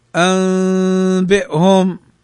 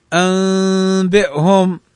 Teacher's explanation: يقلبان، أي النون والتنوين، ميما مخفاة مع غنة · Shown in: first take · Term: الإقلاب